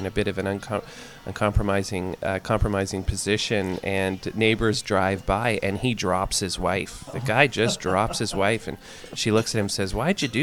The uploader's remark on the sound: This week's episode was recorded live at the Early Bird Diner in London, Ontario.